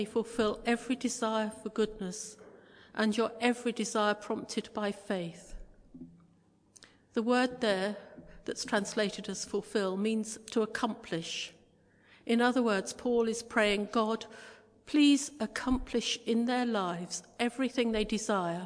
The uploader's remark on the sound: Christ Church, Bayston Hill (UK)